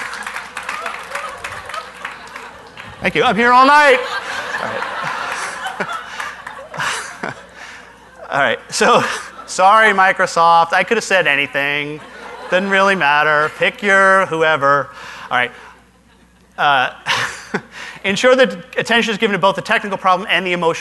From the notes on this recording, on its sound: Live Broadcast at the The IPBC IGNITE Conference.